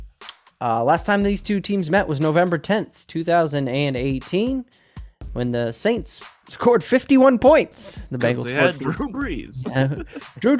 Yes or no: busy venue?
no